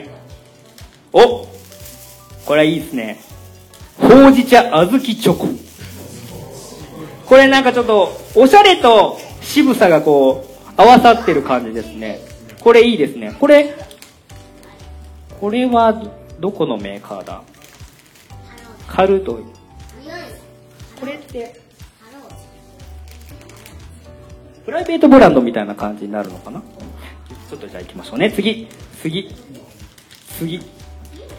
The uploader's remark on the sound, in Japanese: 春の親バカフェスタ2019 in KAGAWA（公開収録）。番組初のイベント、 「春の親バカフェスタ2019 in KAGAWA」の前半戦で行った 公開収録。